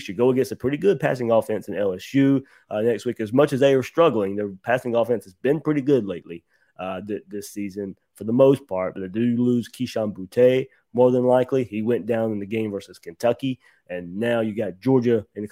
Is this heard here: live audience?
no